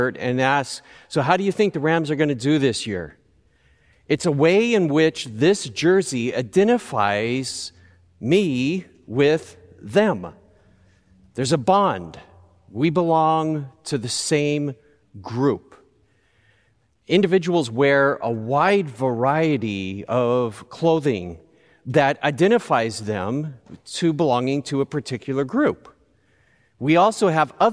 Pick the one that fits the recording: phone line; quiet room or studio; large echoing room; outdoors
large echoing room